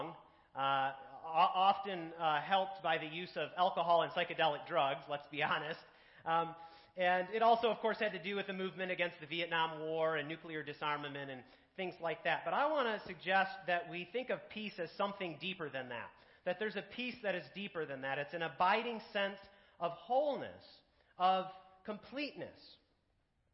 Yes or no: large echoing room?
yes